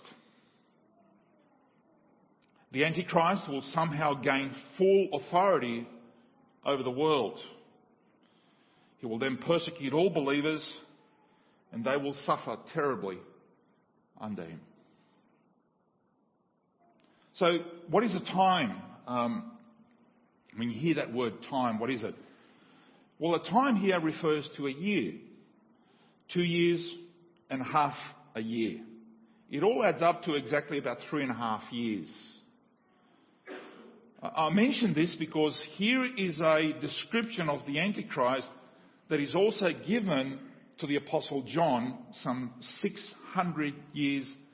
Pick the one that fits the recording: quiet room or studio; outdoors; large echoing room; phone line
large echoing room